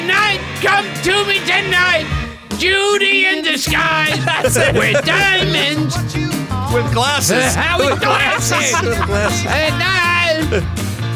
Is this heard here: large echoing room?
no